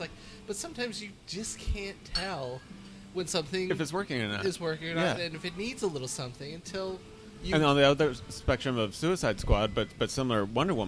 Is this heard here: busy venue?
yes